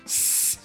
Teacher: sons fricativos que causam uma fricção na saída do ar